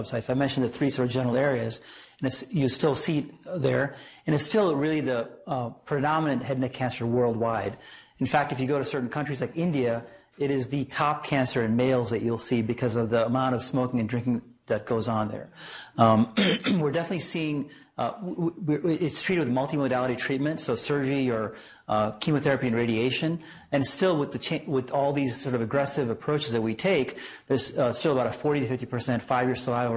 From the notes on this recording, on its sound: Norris Cotton Cancer Center Grand Rounds presented on May 8, 2018